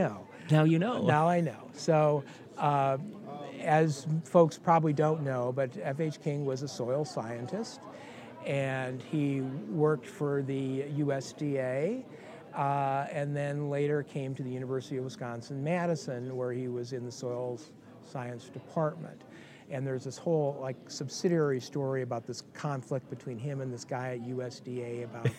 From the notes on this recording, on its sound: We recorded this conversation at the 2018 MOSES Conference, so there will be more background noise.